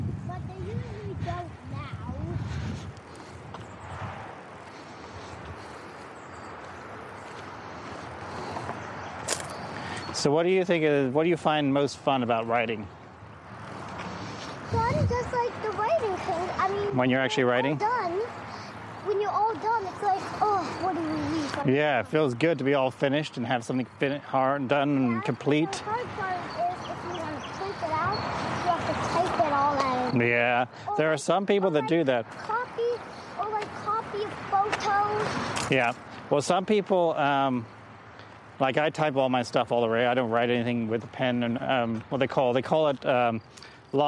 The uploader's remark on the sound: Apologies for the noisy traffic at times